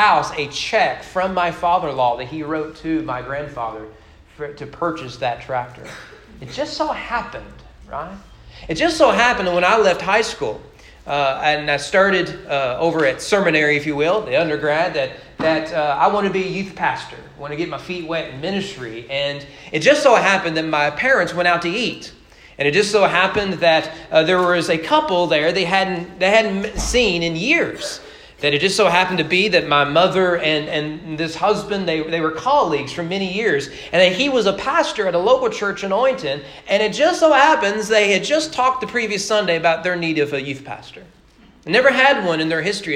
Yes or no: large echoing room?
yes